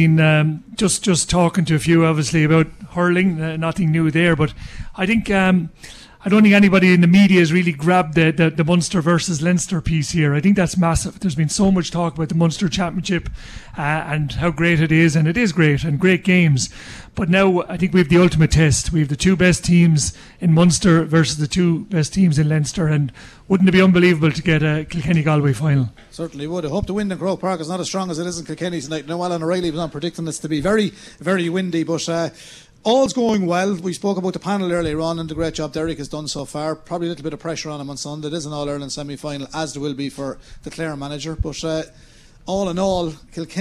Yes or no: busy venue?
yes